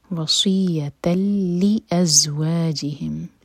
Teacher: ازواجا وصیتا لازواجہم، وصیتا لازواجہم، صاد heavy یا پشتہ تو یا سٹرانگ، تا مربوطہ کی تنوین کے بعد لام، یہ ہے ادغام بغیر غنہ کا، تو ہم ناک میں آواز نہیں لے جائیں گے، تا کو سیدھا لام سے کنیکٹ کریں گے